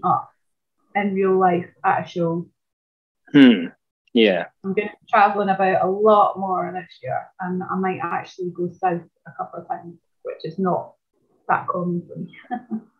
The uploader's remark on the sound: Zoom Meeting